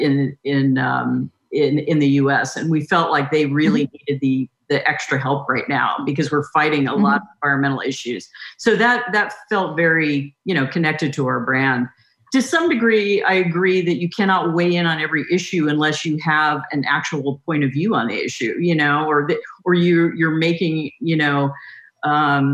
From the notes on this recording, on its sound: Recorded as part of the Lesbians Who Tech virtual Pride Summit. This interview was recorded as part of the Lesbians Who Tech virtual Pride Summit.